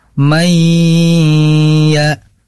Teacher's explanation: ini adalah idgham bigunah nun sukun bertemu ya, maka sahabat harus membacanya dengan gunnah